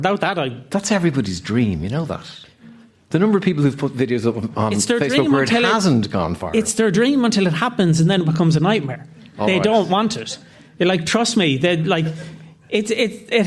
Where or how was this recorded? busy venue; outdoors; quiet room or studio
busy venue